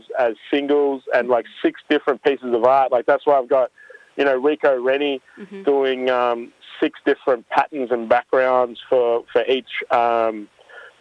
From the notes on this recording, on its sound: phones